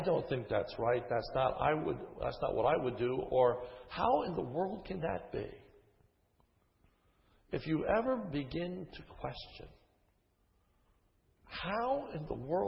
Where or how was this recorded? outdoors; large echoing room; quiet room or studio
large echoing room